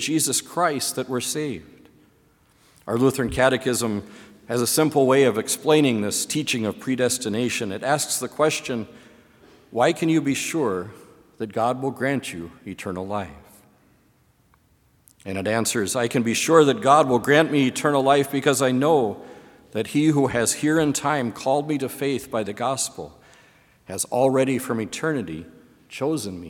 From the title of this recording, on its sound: Sermon from BLC Chapel